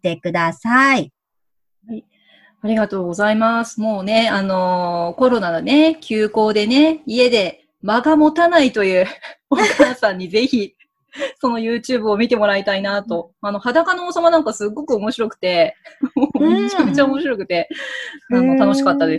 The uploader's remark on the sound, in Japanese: 今回は、Zoomでお茶会！